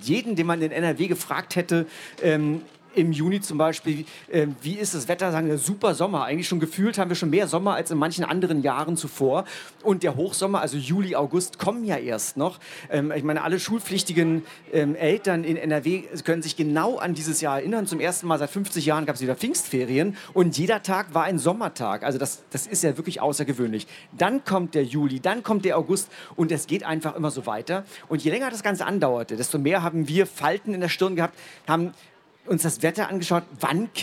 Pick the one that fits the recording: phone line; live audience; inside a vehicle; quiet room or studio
live audience